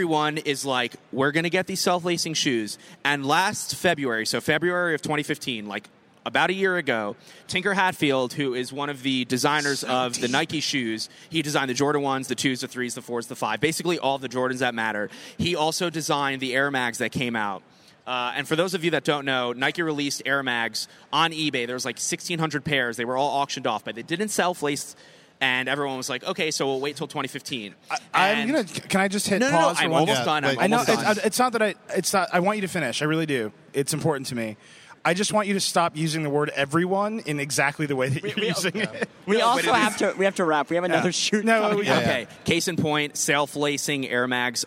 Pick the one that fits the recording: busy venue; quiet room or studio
busy venue